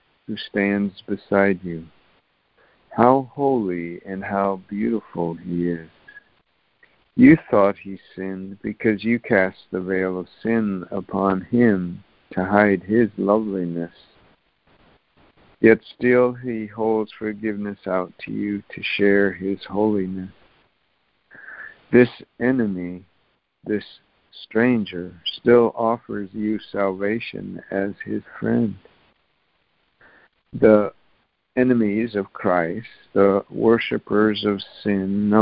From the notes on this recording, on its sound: ACIM Daily Conference Call